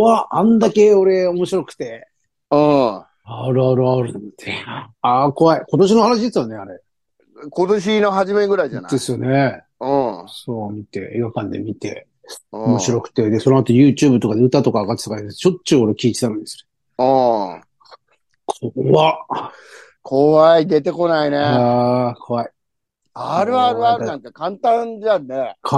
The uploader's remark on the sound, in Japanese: ZOOMで収録